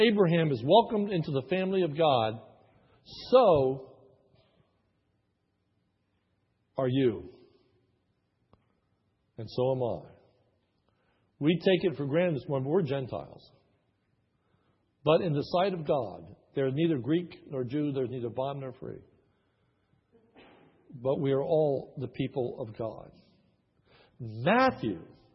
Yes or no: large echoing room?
yes